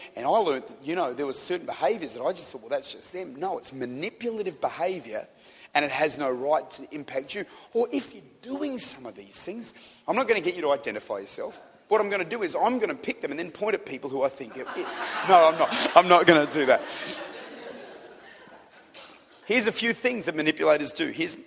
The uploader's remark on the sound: Recorded at Lifepoint Church, Adelaide, Australia - City Campus.